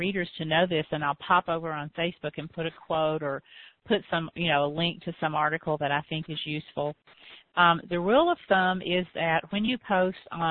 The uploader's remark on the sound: I answered some common questions on this live Q and A call.